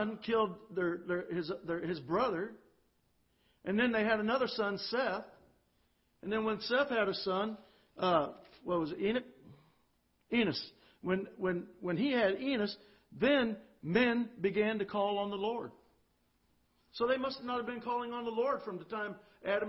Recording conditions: large echoing room